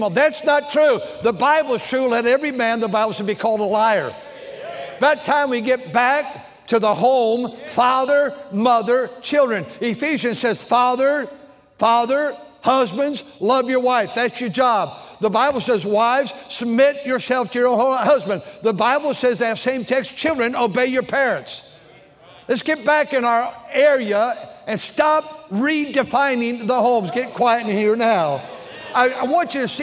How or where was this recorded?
large echoing room